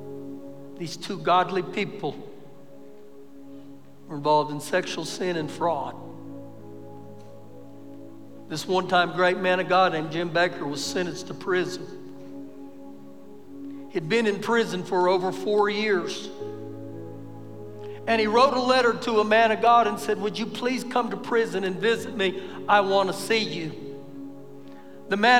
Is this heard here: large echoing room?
yes